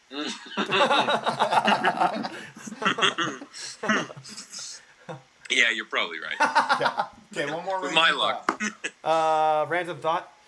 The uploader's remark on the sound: The BN crew works through technical difficulties this week to bring you a shortened but hopefully entertaining episode.